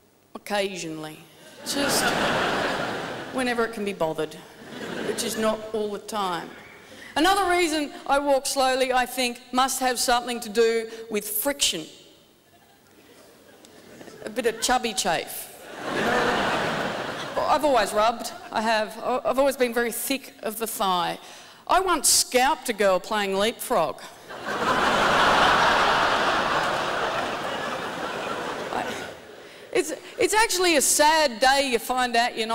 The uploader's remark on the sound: 2010 Melbourne International Comedy Festival Gala